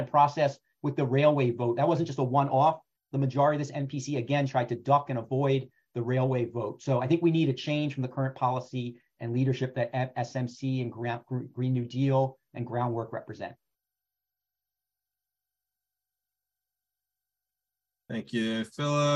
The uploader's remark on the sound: An Online Panel Discussion